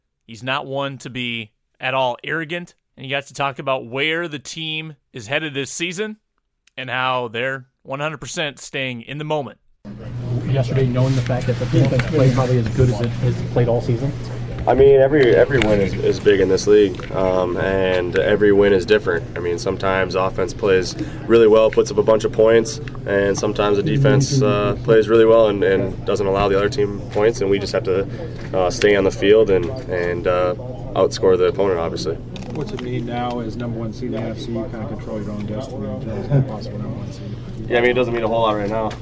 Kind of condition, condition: setting, busy venue